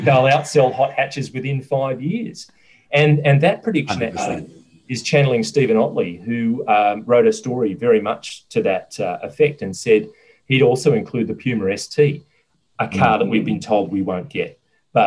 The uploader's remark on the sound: Gather in cyberspace.